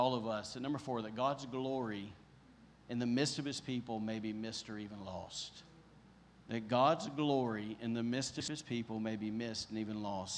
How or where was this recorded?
large echoing room